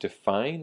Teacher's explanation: the word define has the emphasis on the second syllable, the fine, and that's a verb that means 给什么什么东西下定义 or 限定.